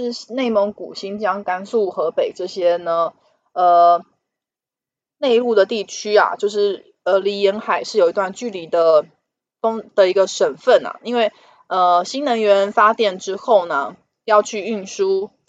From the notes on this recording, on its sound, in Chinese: 本集有些許雜音，已亟力避免，如有察覺請多多包涵